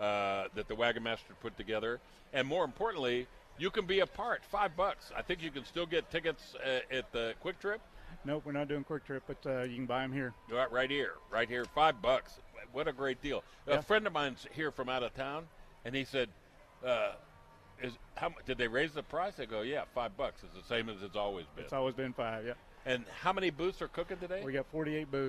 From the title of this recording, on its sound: Live from the 2012 Chili Cook-Off